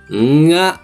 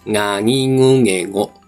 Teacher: 極端に言うと、んが、みたいな音なんですね。鼻に抜ける音なんですけれども